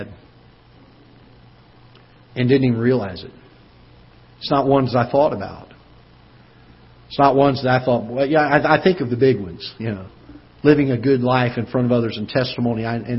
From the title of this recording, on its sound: Ketha Heights Baptist Church ~ Live Broadcast